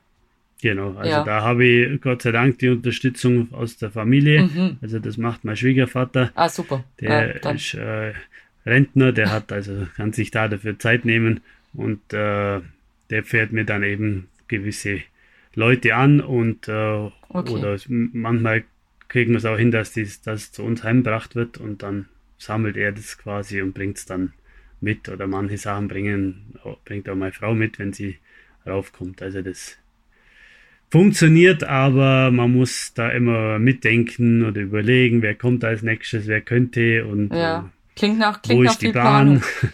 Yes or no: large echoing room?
no